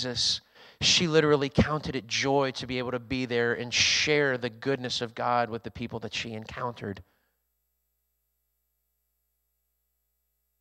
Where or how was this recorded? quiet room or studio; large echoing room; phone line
large echoing room